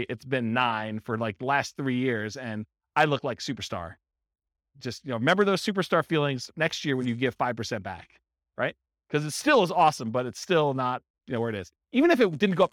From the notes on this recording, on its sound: This was a live class recorded for buy and hold real estate investors.